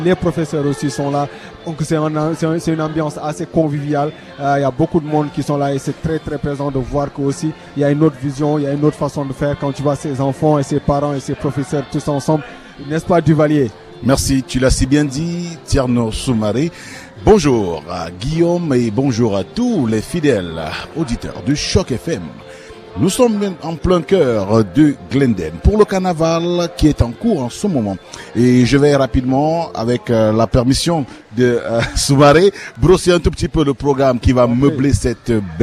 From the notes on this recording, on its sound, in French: En direct du tout premier Carnaval du Collège universitaire Glendon de l'Université York, 27 Janvier 2018.